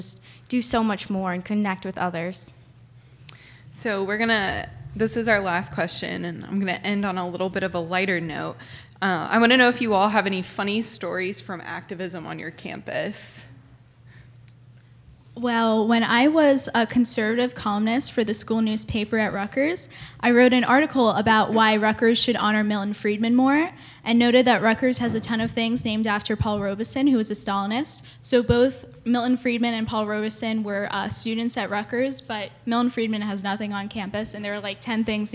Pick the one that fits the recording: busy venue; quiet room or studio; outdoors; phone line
busy venue